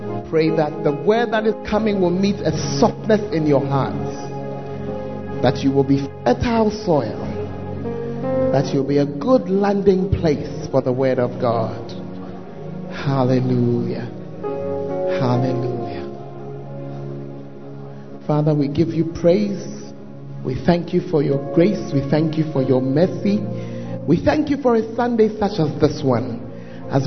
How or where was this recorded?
large echoing room